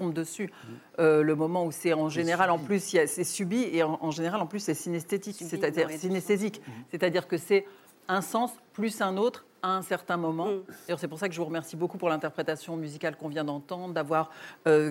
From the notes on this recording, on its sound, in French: La Grande Librairie lui consacre une émission spéciale, comme un feu d’artifice… en public !